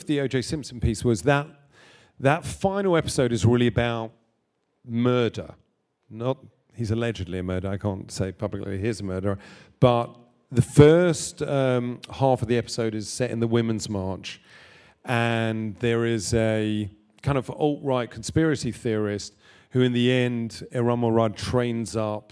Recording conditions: live audience